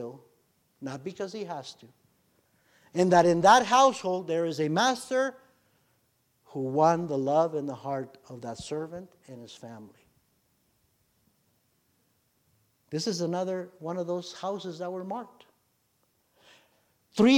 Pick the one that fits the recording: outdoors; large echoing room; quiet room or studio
large echoing room